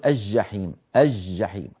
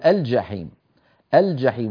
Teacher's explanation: يجب أن تكون هذه اللام عند الجيم قمرية يعني منطوقة · Shown in: second take · Term: لام قمرية